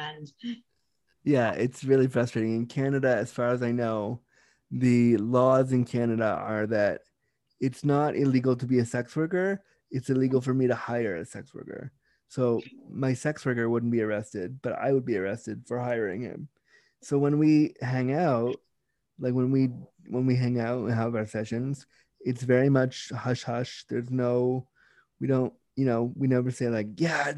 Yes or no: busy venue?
no